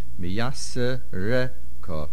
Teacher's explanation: The main accent is on the reish.